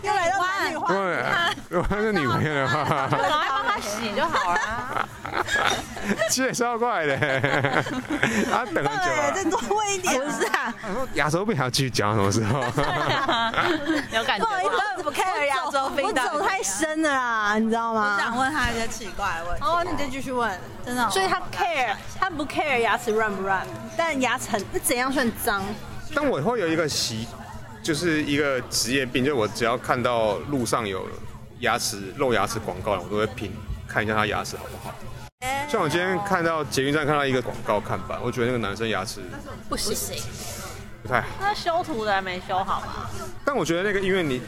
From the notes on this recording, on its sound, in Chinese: 本集在戶外錄音